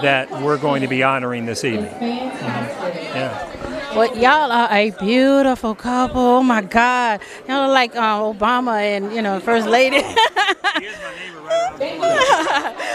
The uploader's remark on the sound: Black Music Honors 2023 - Live Interviews